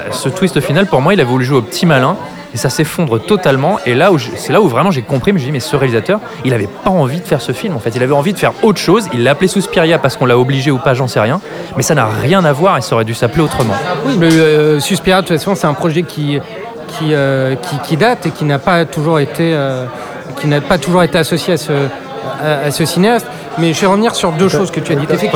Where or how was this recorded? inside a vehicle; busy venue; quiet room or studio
busy venue